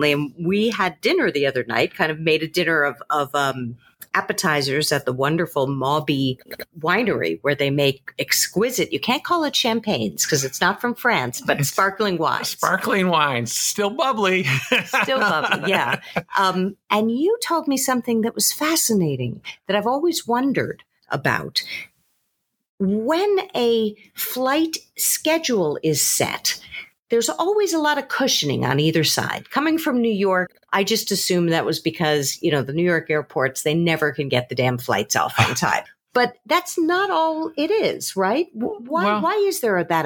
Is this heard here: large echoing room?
no